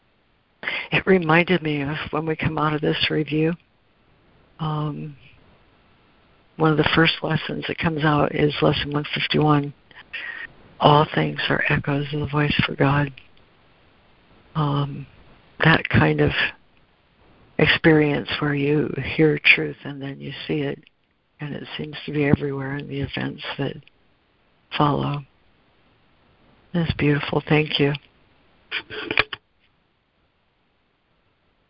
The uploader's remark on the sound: ACIM Daily Conference Call